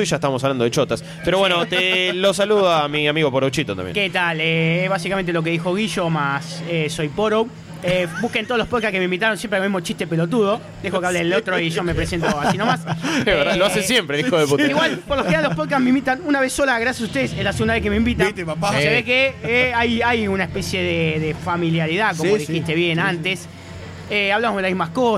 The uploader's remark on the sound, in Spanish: mesa redonda grabada en la Popcon 2015